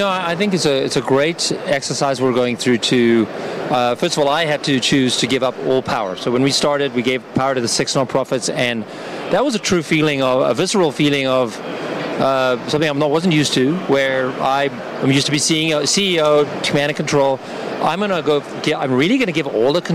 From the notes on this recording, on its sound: Live from Consensus in Austin, Texas